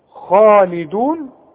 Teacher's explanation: الخاء احنا قلنا مفتوحة اعلى درجات التفخيم